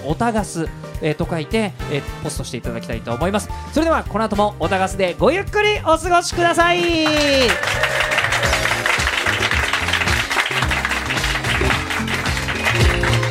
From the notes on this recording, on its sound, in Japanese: 実際にあるスナックをお借りして10月1日に公開収録を行っちゃいましたー！